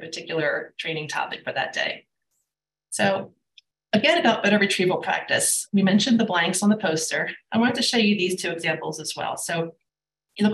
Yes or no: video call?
yes